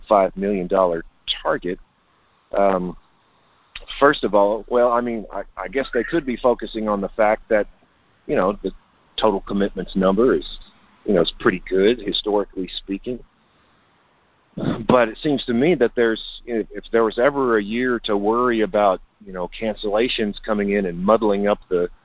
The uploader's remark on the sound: Monthly Conference Call